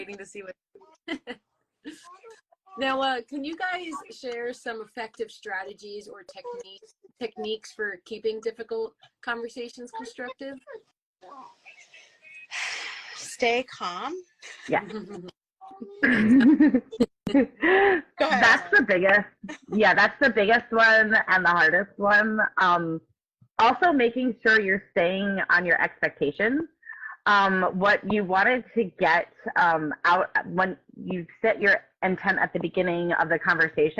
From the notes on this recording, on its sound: We were invited to go live on instagram